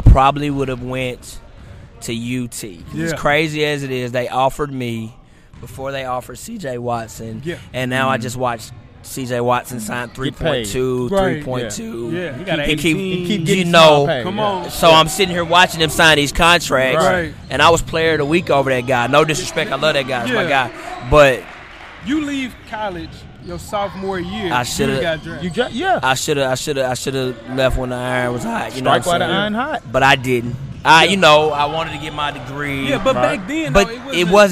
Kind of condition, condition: setting, busy venue